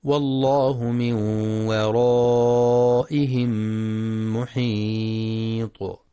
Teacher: ينتبه القارئ لترقيق الواو في كلمة ورائهم فلا يفخمها لمجاورتها الراء المفخمة